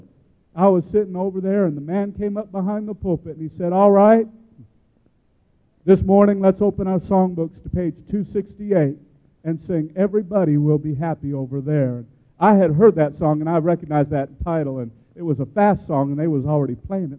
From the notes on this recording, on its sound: gives his testimony in Baton Rouge, LA at Life Tabernacle Church